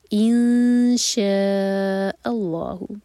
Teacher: آئے 69 قال ستجدنی، دو پر زور، نی ساتھ میں ضمیر ہے، اس سے پہلے والے لیٹر پر زور دیا جاتا ہے، ستجدنی انشاء اللہ، شین کے لیے اخفا، شاء مد متصل تو چار حرکہ لمبا